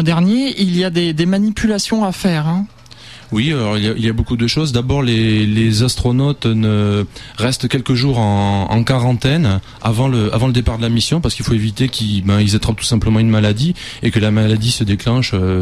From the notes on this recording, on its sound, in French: par téléphone